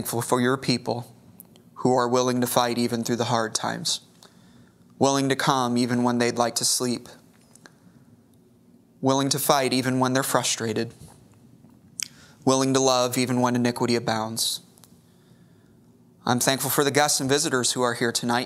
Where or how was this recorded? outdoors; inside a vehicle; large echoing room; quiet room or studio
large echoing room